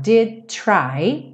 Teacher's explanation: Aqui o did, já junta no try. Did try. E o to tá reduzido pra rarará.